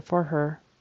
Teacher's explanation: There's definitely a little more emphasis when he says for her than we would. We would just kind of run that all together. For her. Not so much H.